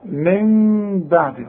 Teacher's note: اسمع، من بعد، وما كمانش ما تقولش من بعد، لا تقول من بعد ولا تقول لي من بعد، من بعد. طلع للغنة من الخيشوم